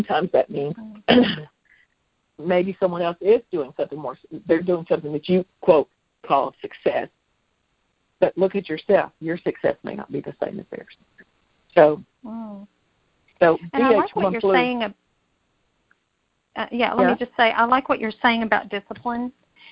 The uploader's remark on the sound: jumped on the phone